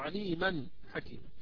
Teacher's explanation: التنوين هذا سيسقط، وهذا من التعريف كنا يثبت وصلا ويسقط وقفا، فإن التنوين هذا في كلمة حكيمة لأني قد وقفت عليه فإنه سيسقط ولا يكون نونا بل أقلبه ألفا · Term: تنوين فتح